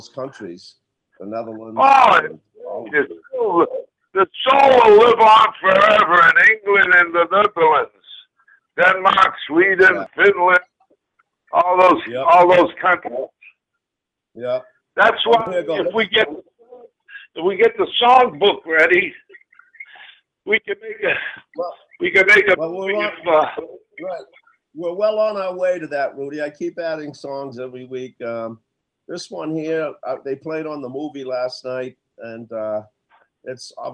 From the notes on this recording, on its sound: Hosting guest call ins and playing songs from the Sugar Shack Songbook.